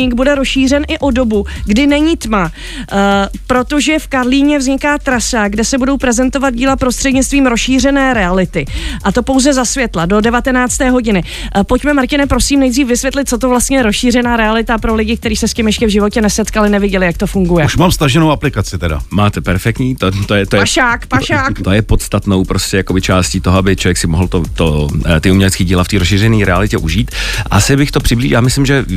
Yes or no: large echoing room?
no